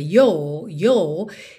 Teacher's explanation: como os britânicos não enrolam a língua no your, fica your, your. fica mais fechadinho e acaba soando um pouco como you, you, since I've seen your face, ok?